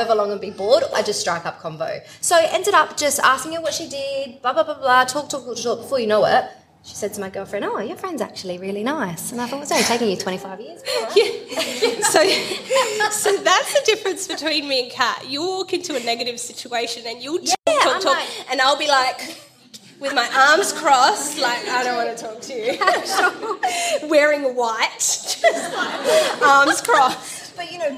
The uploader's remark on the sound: Sejuice Podcast hosted its first-ever LIVE event recording in Adelaide in front of an incredible audience last month. Then opened the floor to answer questions from listeners relating to a range of topics.